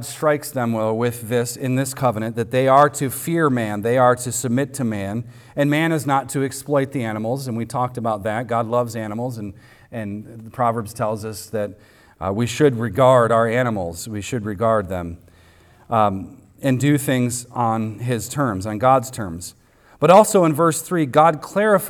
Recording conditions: large echoing room